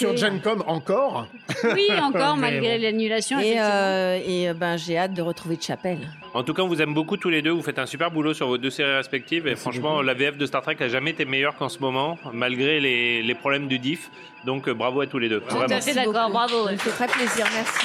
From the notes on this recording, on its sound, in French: Podcast enregistré au FROG RÉVOLUTION à Paris Bastille. Podcast enregistré au FROG RÉVOLUTION à Paris Bastille.